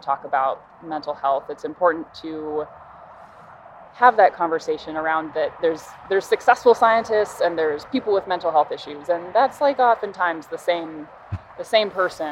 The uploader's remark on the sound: Walk and Talk. Both live in the Bay Area, we had never met face to face. I suggested we meet up for a hike and record some stuff along the way.